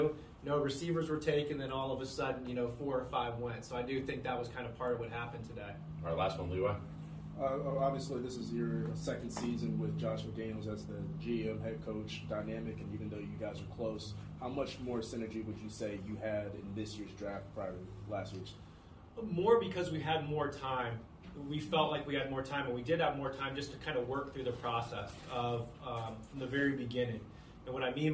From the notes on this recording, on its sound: spoke to the media in the team's final NFL Draft Press Conference